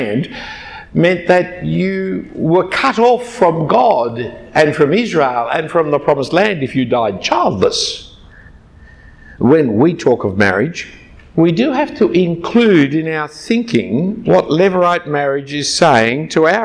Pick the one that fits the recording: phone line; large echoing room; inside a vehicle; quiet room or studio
large echoing room